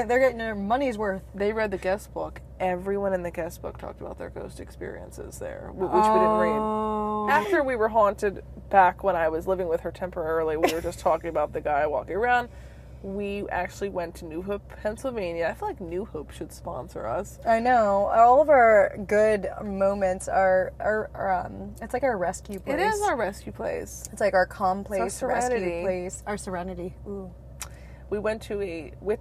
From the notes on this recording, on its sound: In the car.